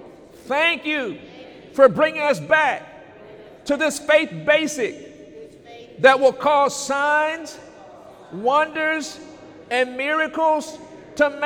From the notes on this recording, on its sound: During Sunday morning service on January 20, 2018